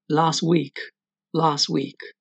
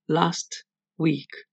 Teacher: Uno puede omitir un sonido. Si pronunciamos algo lento, entonces sí suena la T. · Shown in: second take